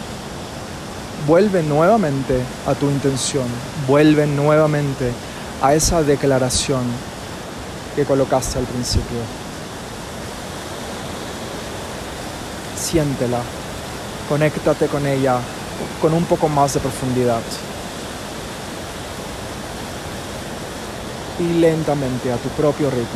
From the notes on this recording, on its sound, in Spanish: Este episodio grabado en una catarata natural ubicada en el mágico Valle Sagrado.